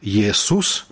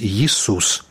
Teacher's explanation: Колішні гук «э» стаў вымаўляцца «і» · Shown in: second take · памянялася чытанне адпаведнай літары.